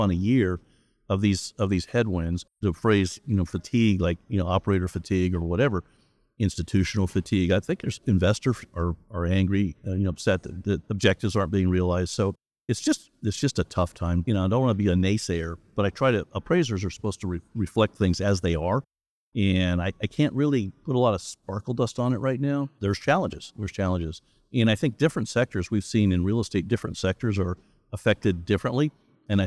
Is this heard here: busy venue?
yes